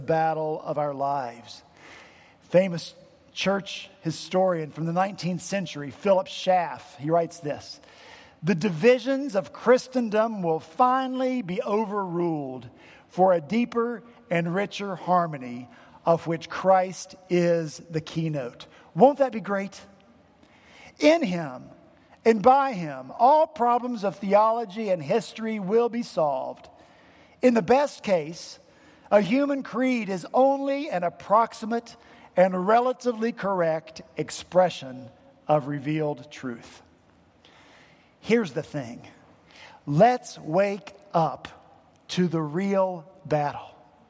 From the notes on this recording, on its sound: at Redeemer Presbyterian Church in Charleston, SC